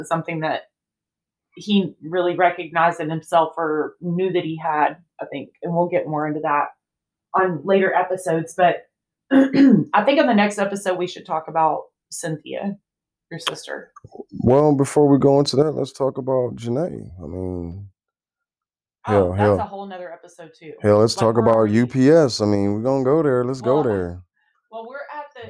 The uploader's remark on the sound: I promise my mic will be positioned properly in the future!